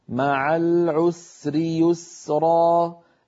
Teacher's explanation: السين في العسر والسين في اليسر كلاهما زمنه واحد وكلاهما زمنه أطول من زمن اللام في العسر